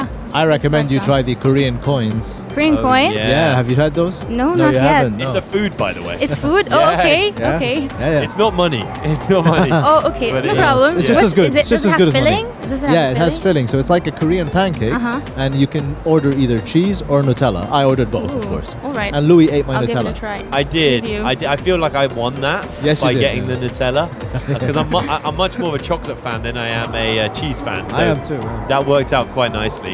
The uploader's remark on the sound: Live From SIBF 2023